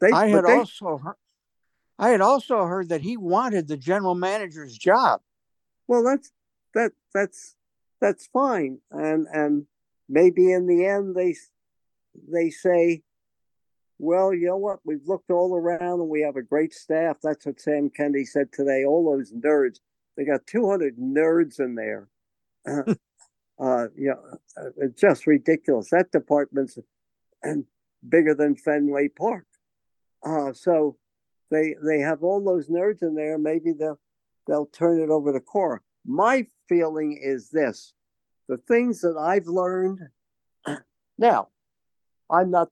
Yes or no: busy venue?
no